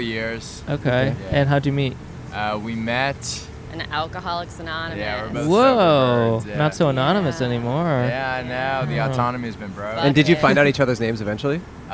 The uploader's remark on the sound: Our very first GUEST IN A CAR. Recorded on 9/16/21 in front of the Sofitel Hotel in Chicago!